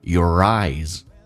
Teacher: Your 跟 eyes 有一个连音， R 跟 I 叫 ri